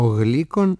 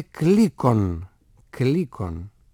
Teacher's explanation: Είναι απλό. Το κάπα του ονόματος Γλύκον επέδρασε πάνω στο γάμα και το έκανε όμοιό του. Κάπα. Έτσι ο Γλύκον έγινε Κλίκον.